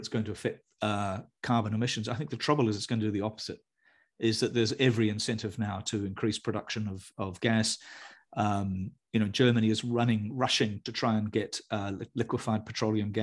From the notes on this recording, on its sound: The audio of the hour-long webinar is in the podcast above.